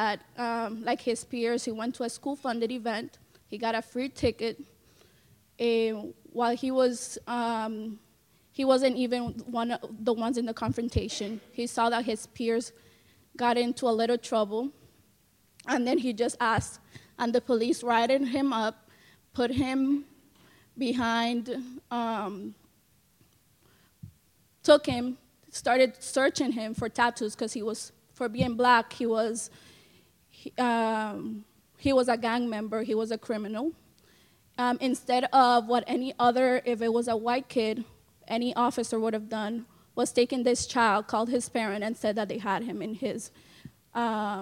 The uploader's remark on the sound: Plenary at DWN's 2016 conference.